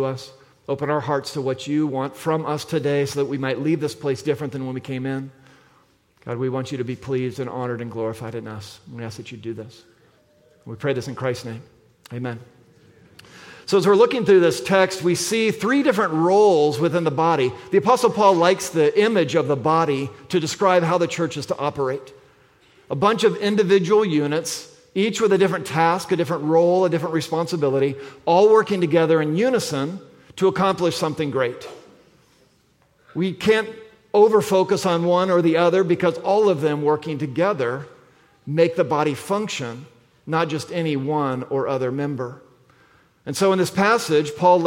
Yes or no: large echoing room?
yes